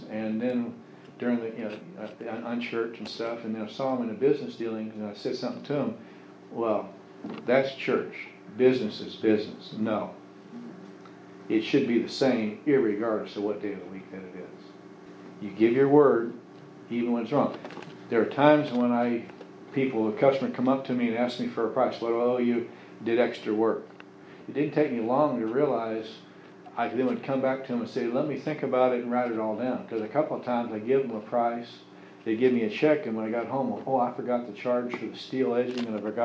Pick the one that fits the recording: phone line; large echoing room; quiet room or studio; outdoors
large echoing room